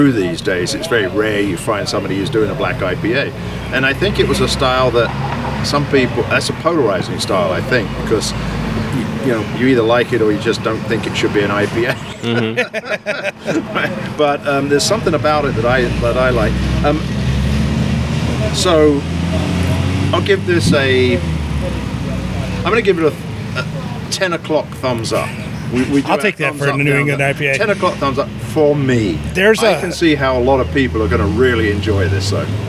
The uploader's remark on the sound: This show is truly an outside broadcast as we recorded it on their delightful patio, on a warm and sunny early evening.